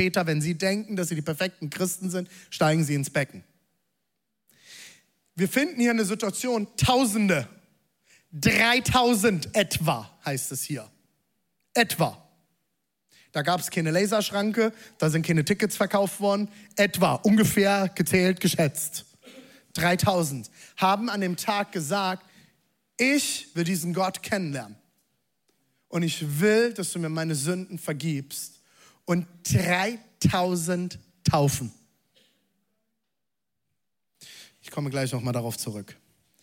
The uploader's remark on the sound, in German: Zeal Church Leipzig. Audiomitschnitt der Predigt.